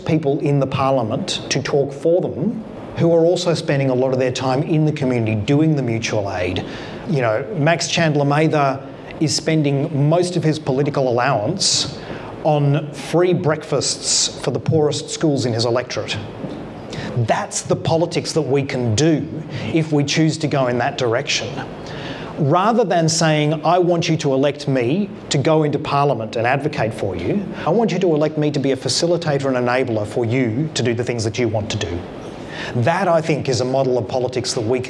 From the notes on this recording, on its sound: He was in conversation at the Taproom in Castlemaine. With an extended Q&A with the audience.